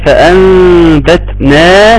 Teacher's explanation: النون تقلب لميم ثم بعد ميم يتم اخفائها ويكون فيها بغنه · Term: الاقلاب